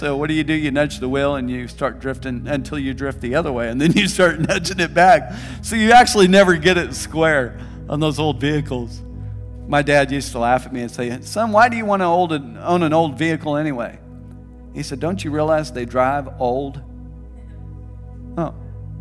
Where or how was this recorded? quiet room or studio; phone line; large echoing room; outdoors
large echoing room